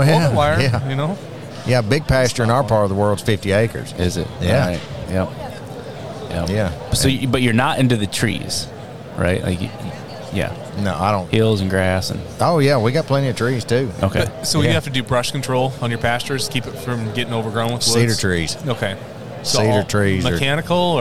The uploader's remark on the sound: LIVE From Commodity Classic 2024. We're live at Commodity Classic 2024!